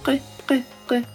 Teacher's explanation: Мы сдвигаем это произношение дальше туда, к гортани. И у нас смыкается уже не мягкое нёбо, а язычок нёбный. · Term: каф